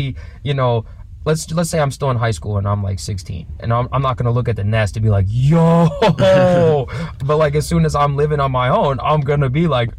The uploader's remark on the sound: records from his car while out of town